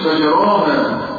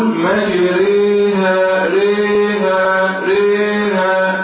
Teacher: معناها إمالة، خلي بالكوا، إمالة فتحة الراء للايه؟ للكسر، والألف للياء · Shown in: second take · Term: الألف الممالة